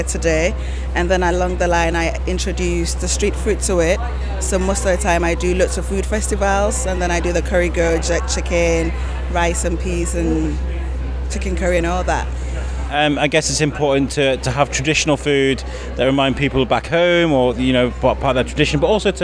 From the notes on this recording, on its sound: One of the best things for The Biscuit to do is to take a mic to an event and collect conversations with many people about many different things. Took a mic to the Shropshire Handmade & Creative event at Salop Leisure, Shrewsbury. We thought we'd come and take a walk around.